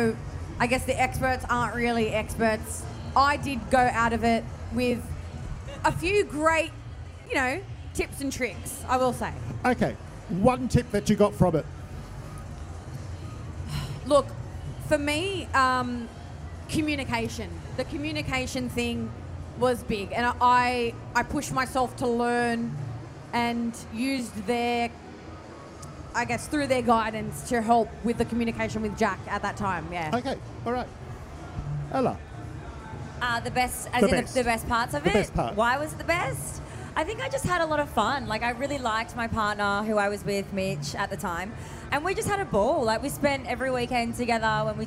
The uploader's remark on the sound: Live From Love X